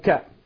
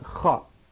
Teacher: تبعا لموقعه من الكلمة، وأحيانا تبعا لموقعه من الكلمة وما قبلها. فمثلا إذا جاء في أول الكلمة عادة يكون انفجاريا فينطق كاء، وإذا جاء في آخر الكلمة ينطق رخوا خاء